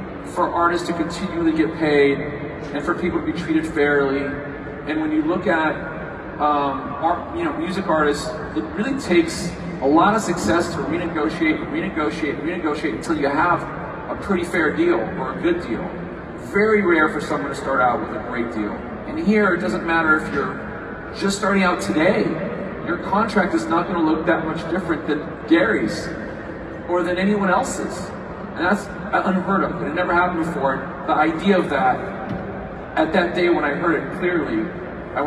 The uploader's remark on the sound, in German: Live-Aufnahmen VeeCon. In der heutigen Podcast-Episode hört ihr live in die VeeCon rein.